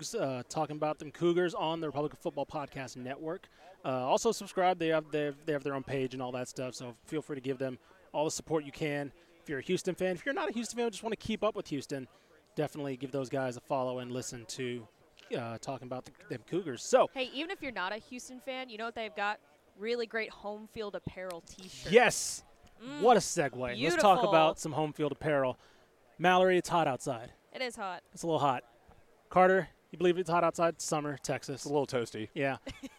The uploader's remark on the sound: LIVE FROM BIG 12 MEDIA DAYS!